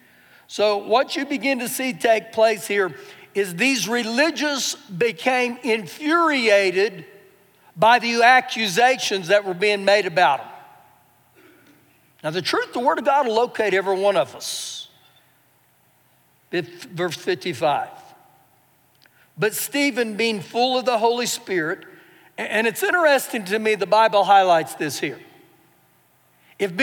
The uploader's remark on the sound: Recorded live during our Sunday morning service